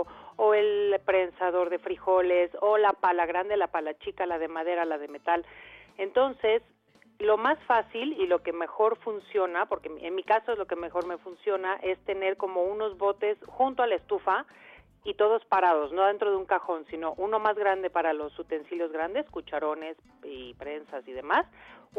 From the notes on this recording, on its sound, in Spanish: Atendemos puntualmente las necesidades del público con teléfonos abiertos y nuestras redes sociales, creando así una completísima revista radiofónica en vivo.